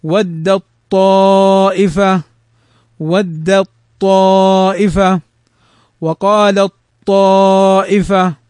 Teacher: تضغم التاء في الطاء إضغاما كاملا